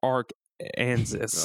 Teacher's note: State code strictly reinforces that Arkansas is pronounced one way and one way only, three syllables with the accent on the first and last syllable and a silent S at the end